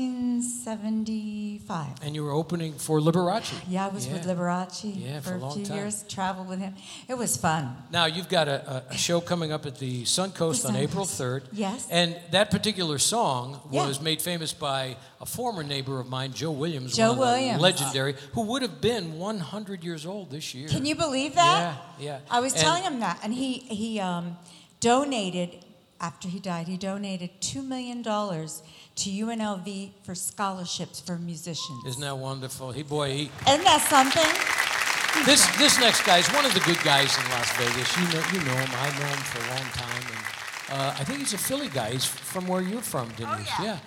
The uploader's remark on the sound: Live at the South Point Casino